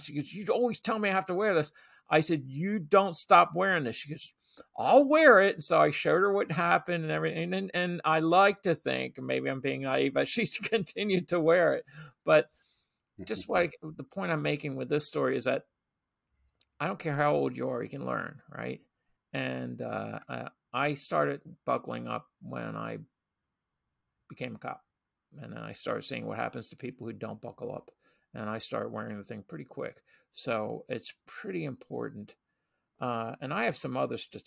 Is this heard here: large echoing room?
no